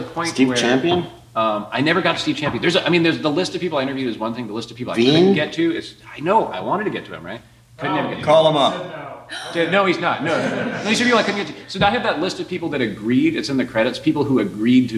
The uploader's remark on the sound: The Q&A panel after the world premiere. The premiere took place at Code & Supply’s Abstraction conference in Pittsburgh, PA.